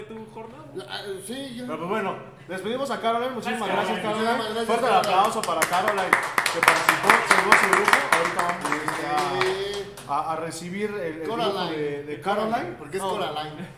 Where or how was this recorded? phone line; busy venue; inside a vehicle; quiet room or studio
busy venue